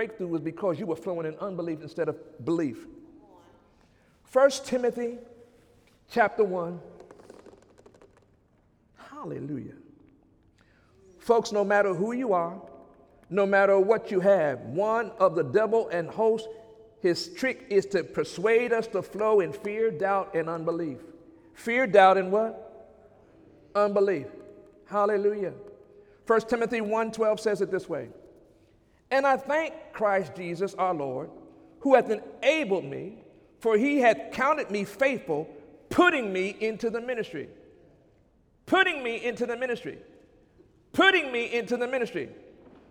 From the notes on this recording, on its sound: During Sunday morning service on April 16, 2017